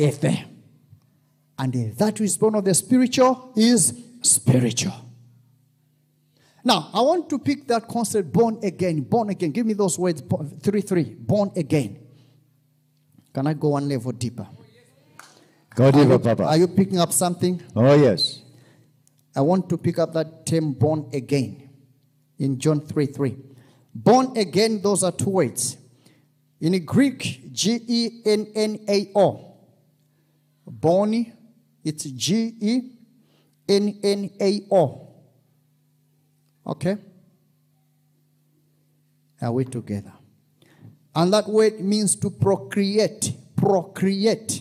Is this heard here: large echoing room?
yes